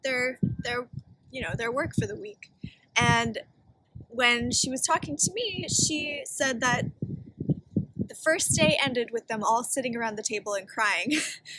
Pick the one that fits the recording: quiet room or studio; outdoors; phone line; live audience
outdoors